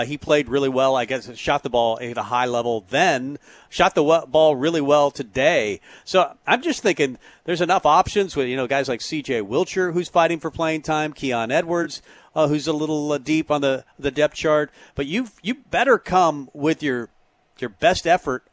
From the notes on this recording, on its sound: Tailgate Tuesday live from Chick-Fil-A